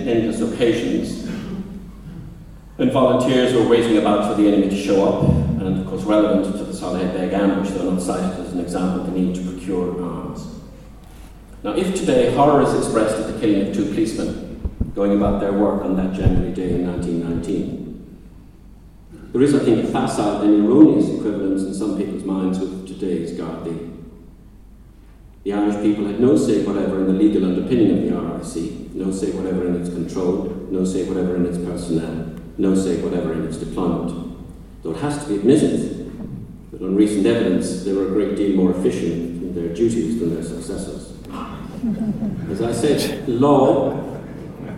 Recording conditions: live audience